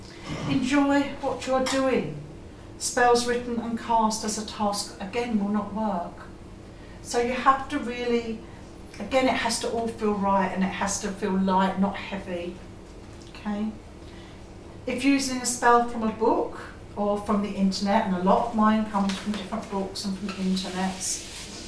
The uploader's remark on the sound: This is an excerpt of a recording of a talk “Spellcraft” at the Faversham Speakers Moot. At The Limes Pub in Faversham.